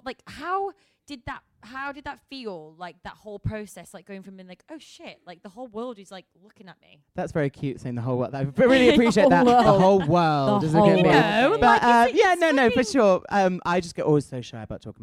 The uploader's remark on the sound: Live at The London Podcast Festival '22. We throw it back to when we were LIVE in front of a REAL AUDIENCE.